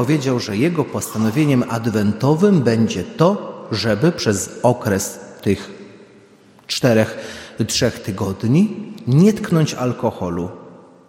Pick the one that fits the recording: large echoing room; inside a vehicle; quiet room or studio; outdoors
large echoing room